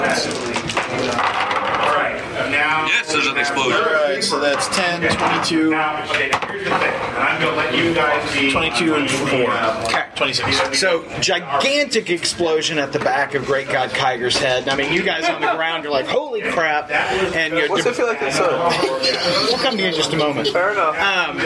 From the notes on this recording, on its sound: recorded at Fear the Con 7